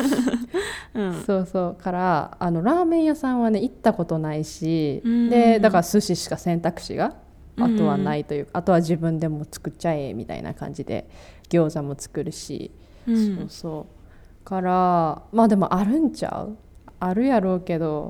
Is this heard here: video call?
no